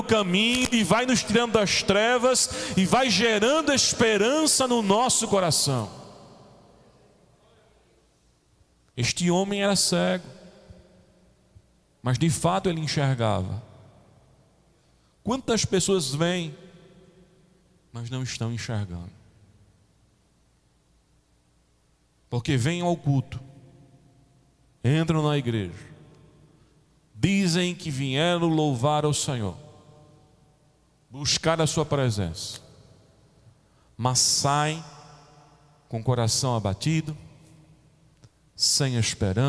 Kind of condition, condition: setting, large echoing room